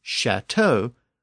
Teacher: this word was borrowed again as chateau with the later French SH sound